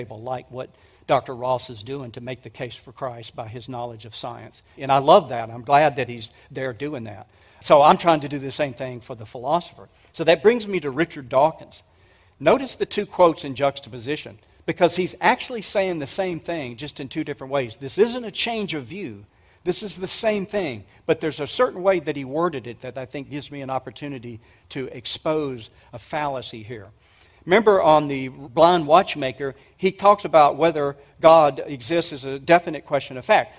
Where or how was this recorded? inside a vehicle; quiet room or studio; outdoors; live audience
live audience